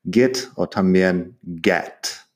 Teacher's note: fíjate en mi pronunciación de get, que es más con el sonido de i corta que la e. Eso es una cosa regional mío, pero lo puedes escuchar así.